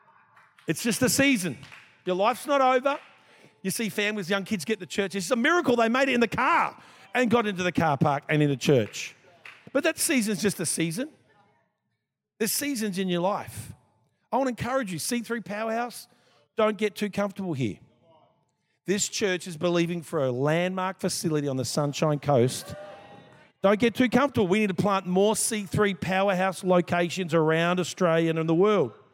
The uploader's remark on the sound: This was recorded in our 9am service.